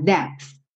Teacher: Você chega a fazer o P, só que você não se preocupa em fazer aquela explosão do P